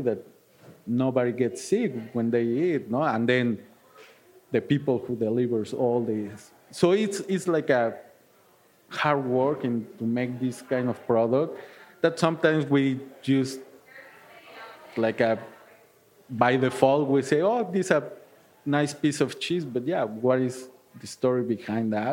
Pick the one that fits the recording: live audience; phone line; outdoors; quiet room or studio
live audience